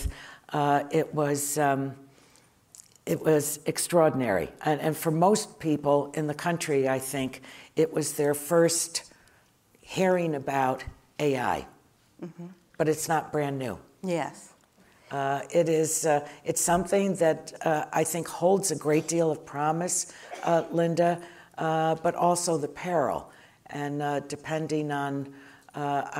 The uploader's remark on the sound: Conversations recorded on Tuesday, February 6, 2024 at "The Futurist: The Rise of AI" event.